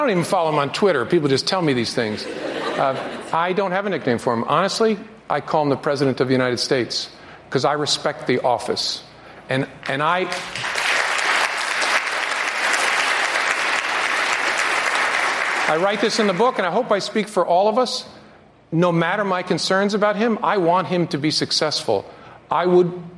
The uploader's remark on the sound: Answers questions during a live town hall hosted by CNN. At William And Mary.